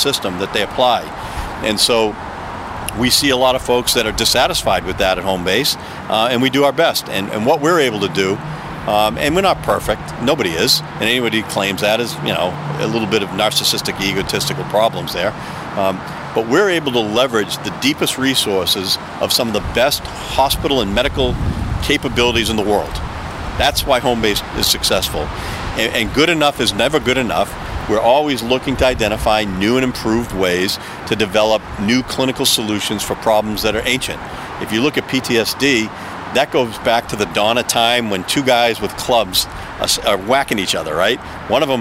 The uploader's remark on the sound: Takin A Walk in Charlestown Massachusetts